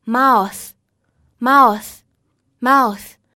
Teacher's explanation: 嘴巴这个单词末尾是有一个咬舌音 · IPA: [θ]